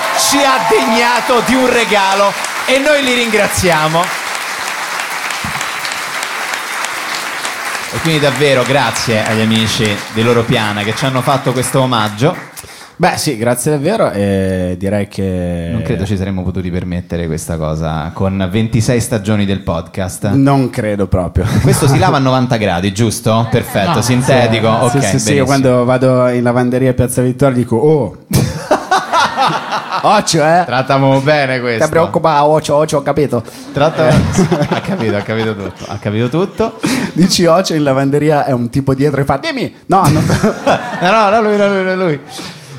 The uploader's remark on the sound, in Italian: Ultima puntata di Cachemire Podcast, registrata dal vivo al Monk di Roma.